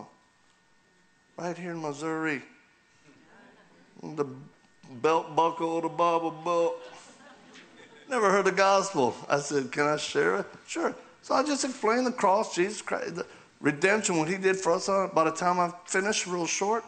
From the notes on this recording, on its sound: continues his talk at Calvary Chapel Joplin